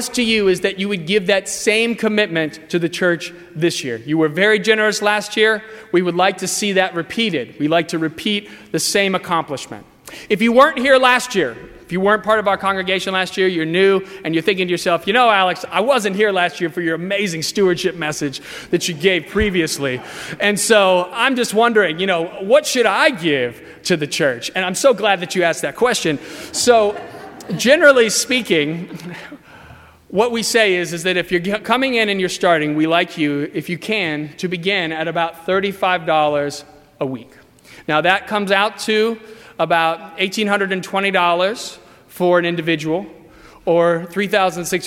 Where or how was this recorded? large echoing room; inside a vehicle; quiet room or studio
large echoing room